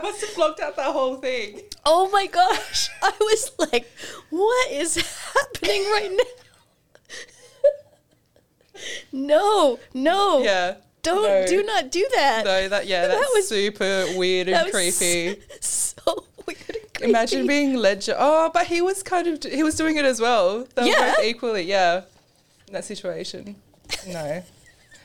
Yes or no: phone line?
no